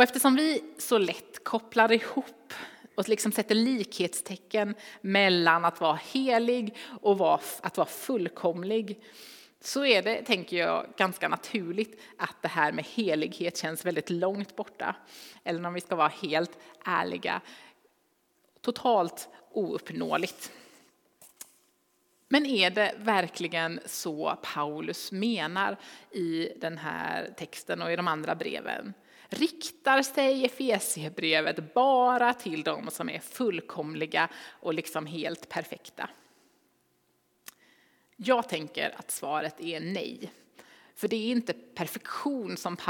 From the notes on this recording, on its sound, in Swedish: Inspelning från Immanuelskyrkan Skövde.